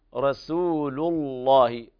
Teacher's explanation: نبين السين وترقيقها حتى لا تتحول السين إلى صاد، رسول الله، وأيضا لا بد من ترقيق اللام في كلمة رسول ثم تغليظ اللام في لفظ الجلالة.